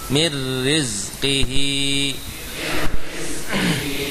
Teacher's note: Tipis, karena roknya kasrah.